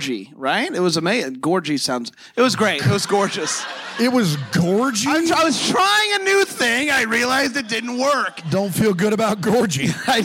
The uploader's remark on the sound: LIVE from Bramble Fest. In front of a live audience at Bramble Fest 2022.